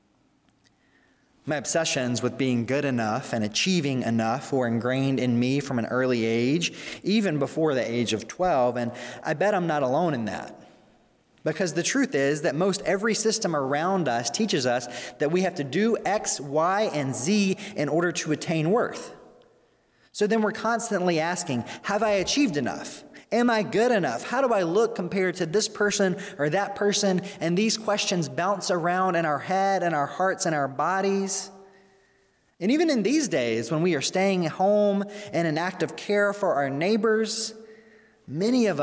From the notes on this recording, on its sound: During the Sunday November 22, 2020 service, at First Presbyterian Church of Arlington Heights, Illinois.